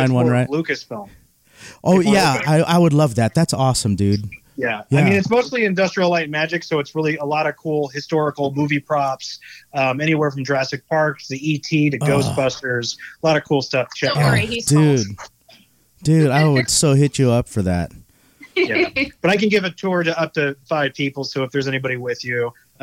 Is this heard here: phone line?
yes